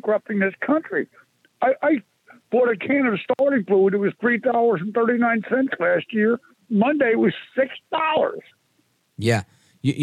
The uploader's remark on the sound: we take your calls in open phones across America